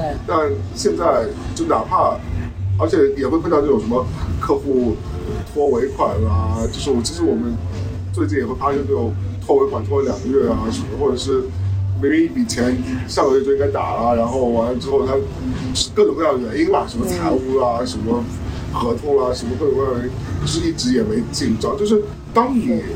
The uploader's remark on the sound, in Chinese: 本期为墨西哥户外录音，搭配旅游热门地夜生活的嘈杂，敬请谅解～